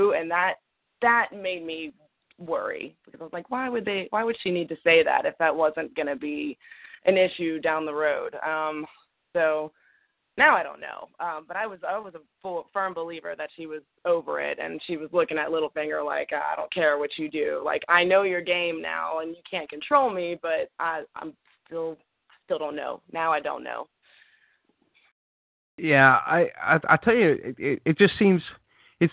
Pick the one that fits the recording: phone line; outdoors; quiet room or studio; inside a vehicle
phone line